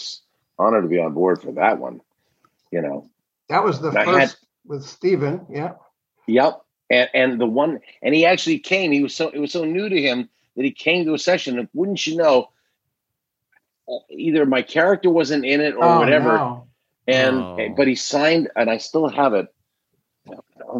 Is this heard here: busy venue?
no